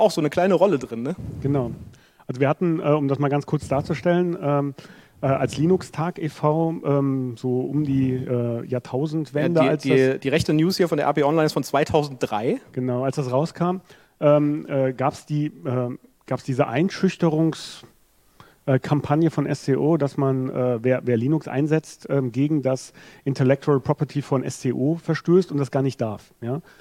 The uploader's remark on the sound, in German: Froscon2022. Diskutieren gemeinsam mit dem Publikum auf der Open Source Couch.